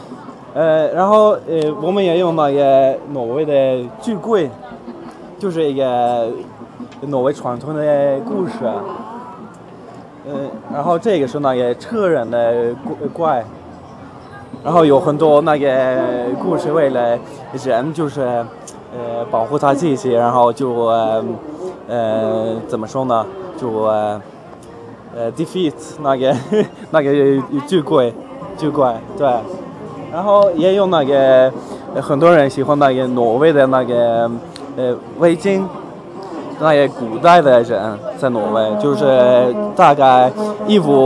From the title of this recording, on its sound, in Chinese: 2014北京科技大学文化节现场报道